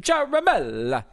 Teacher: And the emphasis should be on the third syllable. So Ciaramella.